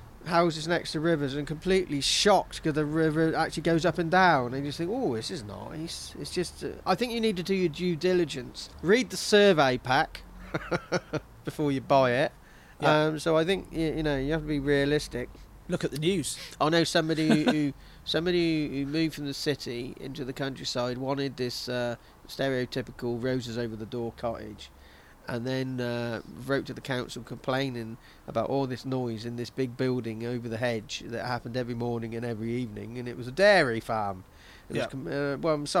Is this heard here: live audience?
no